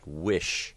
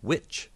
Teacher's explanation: The sh has perhaps a little bit more length, but if we compare that with a word like which, that ch is probably a little bit more brief. It functions in timing a bit more like a stop plosive does.